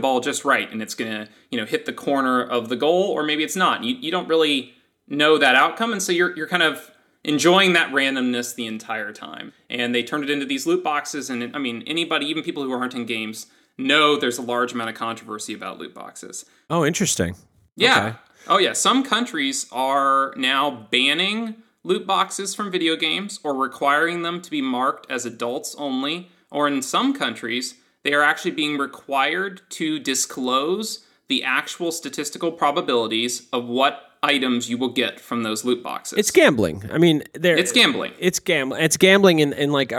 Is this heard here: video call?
no